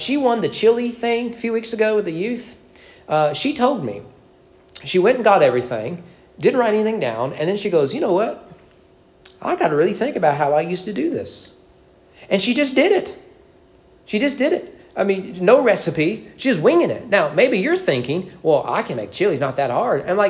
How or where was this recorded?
large echoing room